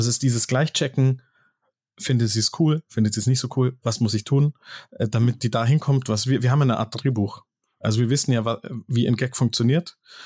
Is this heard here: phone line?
no